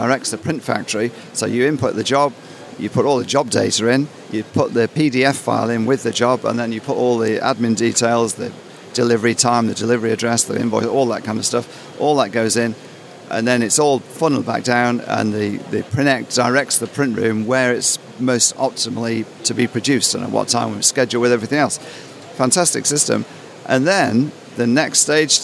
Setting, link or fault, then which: setting, busy venue